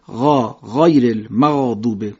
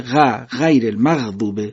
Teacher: خب توجه داشته باشید که صفت استعلا مربوط به سه حرف دیگه هم هست، یعنی غین و قاف و خا، اونها هم استعلا دارن، درشت ادا میشن، یعنی ریشه زبان میاد بالا، دهان جمع میشه و درشت ادا میشن · Shown in: first take